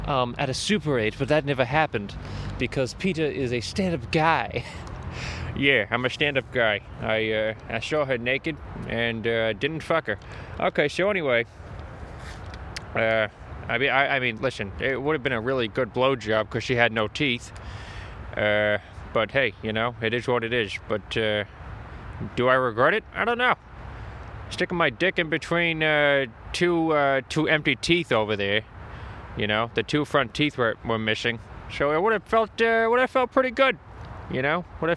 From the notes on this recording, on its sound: A podcast but outside (Near the Manhattan Bridge)